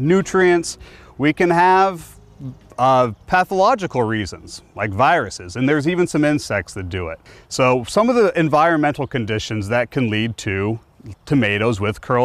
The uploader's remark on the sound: Backyard Farmer records a special program from Lauritzen Botanical Gardens in Omaha, Nebraska